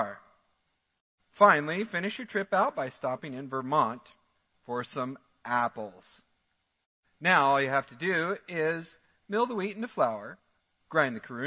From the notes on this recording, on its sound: Midland Evangelical Free Church Sermon Audio